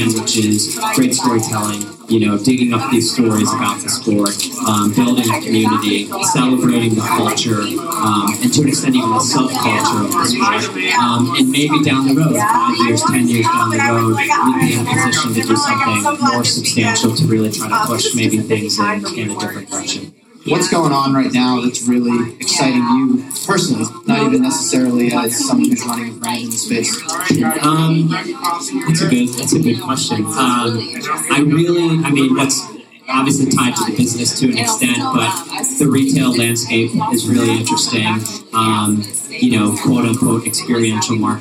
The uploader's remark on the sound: This episode was recorded a few days before the 2018 Boston Marathon at Tracksmith’s Trackhouse. We had some audio issues and background noise in this episode.